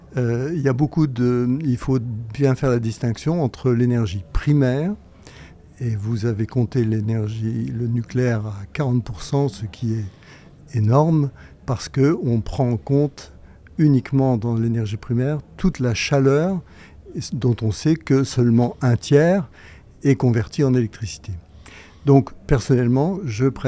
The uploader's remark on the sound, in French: Cette émission a été enregistrée depuis la première édition du festival Double Sciences , au Ground Control, à Paris ! Cette émission a été enregistrée depuis la première édition du festival Double Sciences , au Ground Control, à Paris !